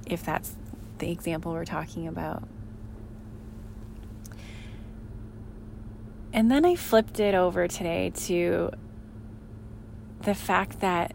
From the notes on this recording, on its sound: I recorded this after a long, busy day, as I was in my car in the parking lot of my sons gymnastics studio.